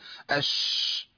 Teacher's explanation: الشين فيها تفشي وفيها انتشار للصوت